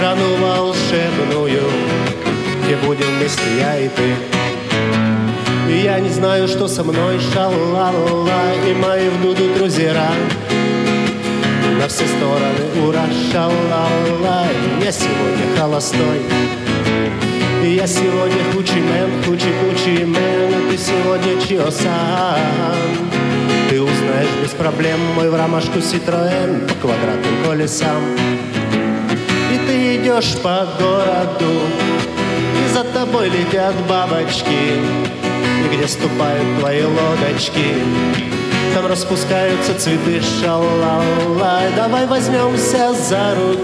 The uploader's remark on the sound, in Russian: Актуальный репортаж. Торжественное открытие фестиваля «Крымская осень 2023»